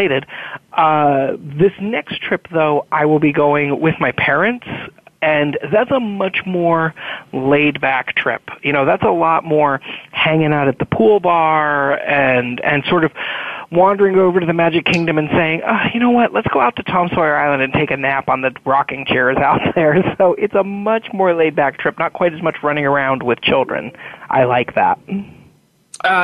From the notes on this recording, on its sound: It’s an hour of listener calls. This week, for the first time, we’re allowing listeners to call in and tell us what issues are on their minds. Now we’re opening up the phone lines to talk with you about the things that are on your mind.